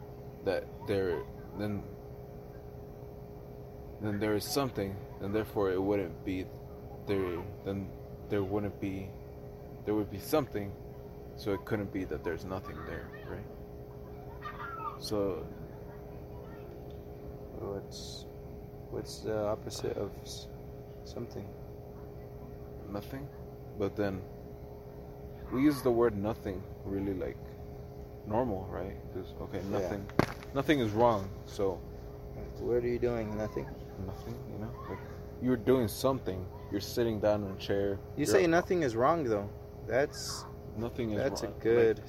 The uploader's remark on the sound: outside enjoying the fresh air